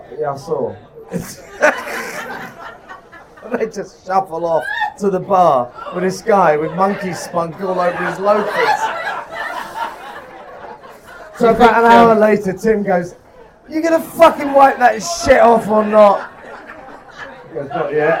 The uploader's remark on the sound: LIVE FROM THE HORSESHOE PUB